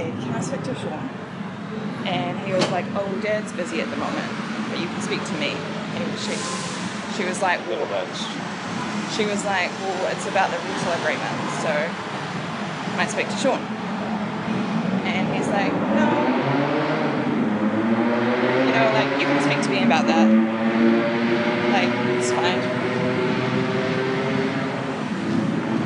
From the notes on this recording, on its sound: Part 1 of the weekend trip to Chengdu China. Hear the sights and sounds of Chengdu China.